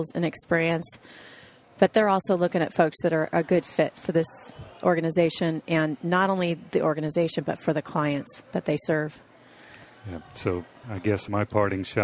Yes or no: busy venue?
yes